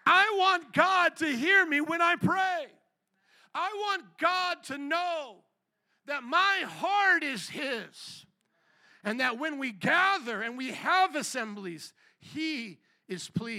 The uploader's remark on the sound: Second Service // Easter Sunday 2023 - Audio